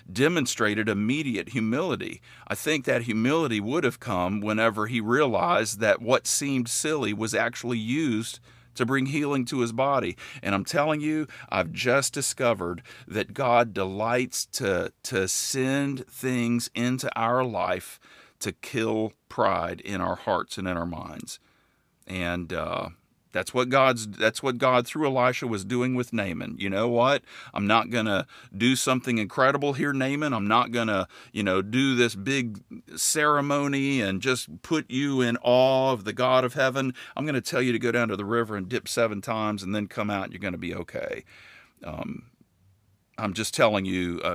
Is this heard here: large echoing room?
no